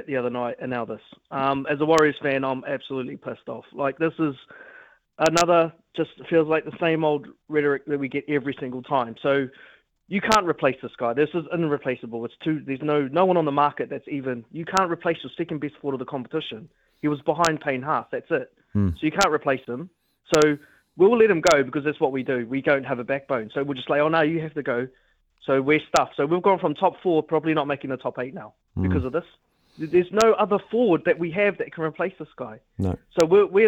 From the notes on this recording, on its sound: opens up the phone lines to see what listeners think